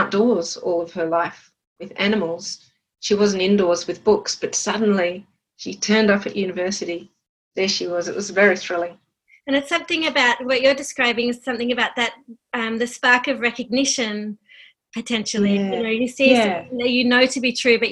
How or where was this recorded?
video call